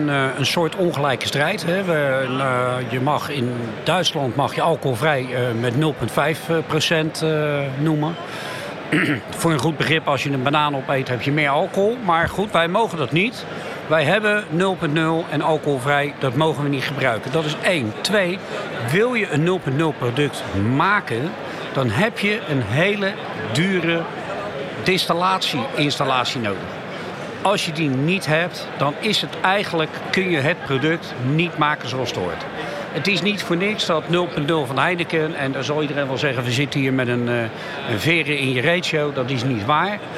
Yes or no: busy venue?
yes